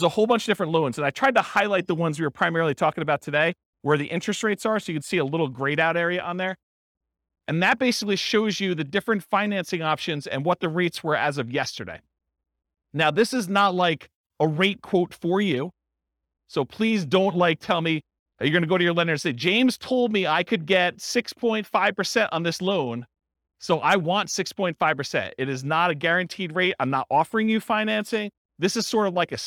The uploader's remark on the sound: This was a live class recorded